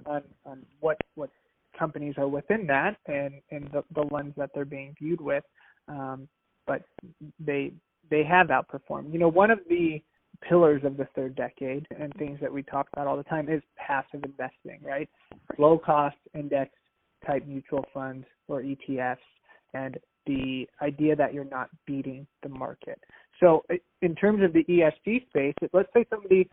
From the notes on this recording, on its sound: Phone Audio.